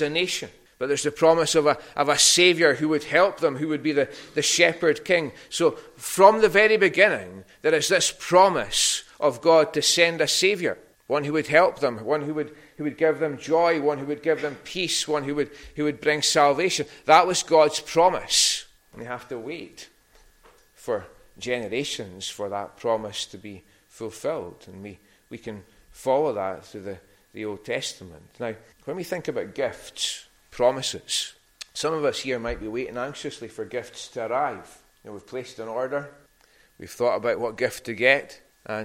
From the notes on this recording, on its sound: recorded at North Harris Free Church on the morning of Sunday 18th December 2022